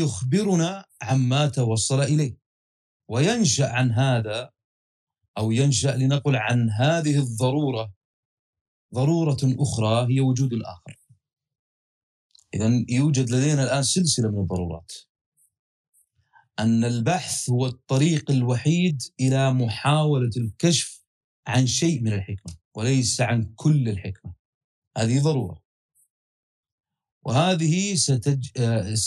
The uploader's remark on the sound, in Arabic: تسجيل لدروس عوالم الفلسفة على مساحات تويتر